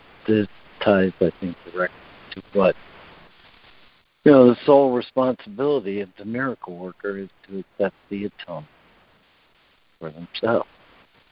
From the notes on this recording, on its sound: ACIM Daily Conference Call